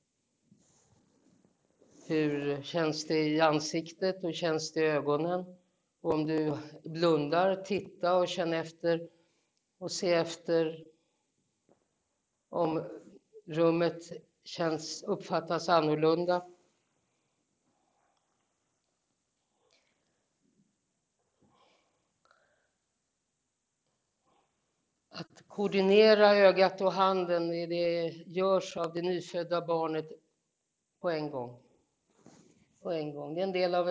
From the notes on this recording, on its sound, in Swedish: Lektionen är en liveinspelning som följer deltagarnas rytm.